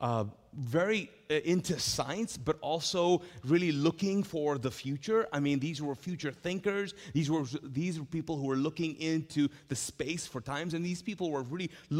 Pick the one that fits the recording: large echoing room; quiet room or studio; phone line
large echoing room